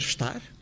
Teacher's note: Podemos pronunciar estar, e aí dá-se uma elevação, o E torna-se I, I é uma vogal mais alta. Ou então podemos deixar cair o E totalmente e dizer estar, o que muitas vezes acontece quando não dizemos simplesmente estar. · Term: eliminação de um som